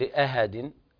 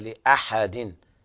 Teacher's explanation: لأحد، هنا بيان الحاء من الهاء، لا تقول لأحد، هي لأحد بيان الحاء وفصلها عن الهاء لأن بينهم تقارب · Shown in: second take